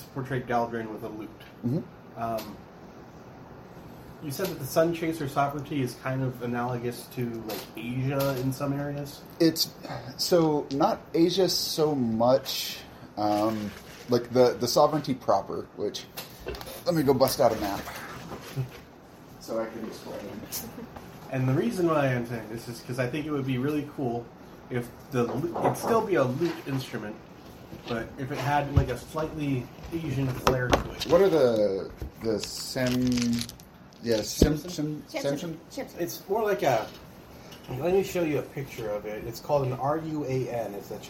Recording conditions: phone or laptop microphone